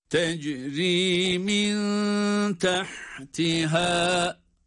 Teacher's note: Durmamızda med kuralını uyguluyoruz. Tecrimin tahtiha. Bir elif miktarı.